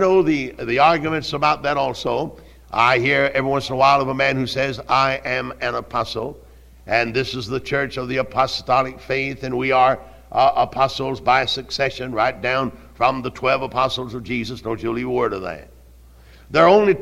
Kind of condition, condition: setting, large echoing room